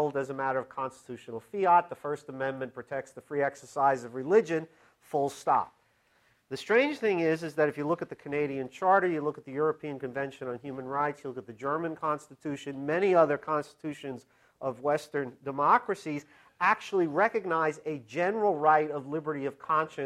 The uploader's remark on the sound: This talk was recorded on November 19, 2013, as part of the Chicago's Best Ideas lecture series.